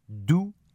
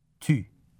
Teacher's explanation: Le premier mot de chaque paire contient la voyelle postérieure « ou » et le deuxième, la voyelle antérieure « u ».